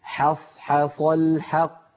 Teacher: فعلى التالي أن يرقق الحاءين ويفخم الصادين في كلمة حصحص. والحاء الثانية أكثر عرضة للتفخيم من الأولى، لأن الأولى جاورت صادا، أما الثانية فقد اكتنفها صادان عن يمينها وعن شمالها.